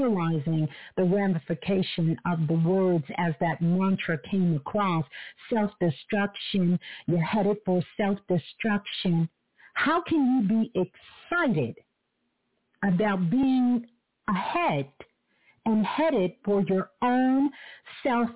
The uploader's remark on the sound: Sunday Live. Call In Show.